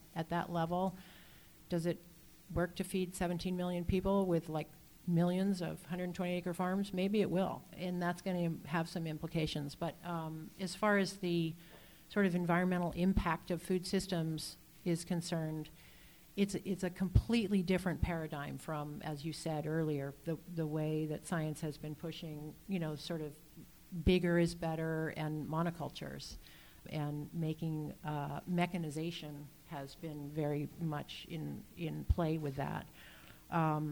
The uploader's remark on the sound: This podcast was recorded live at "The Science of Local Food" event on June 26, 2012, a part of the River to River Festival. A big thanks goes out to the South Street Seaport Museum for hosting.